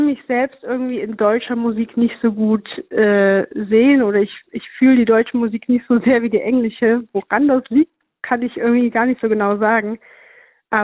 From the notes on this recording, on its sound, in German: Die GIGparade ist das Live-Konzert Magazin von Radio Darmstadt für die regionale Musik- und Kultur-Szene Darmstadts. Werden die Musiker und Künstler per Telefon direkt in die Sendung zum (Live-)Interview hinzu geschaltet.